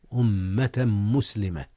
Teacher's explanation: أدغم تنوين أمة في ميم مسلمة، حيث كان هكذا إدغاما بغنة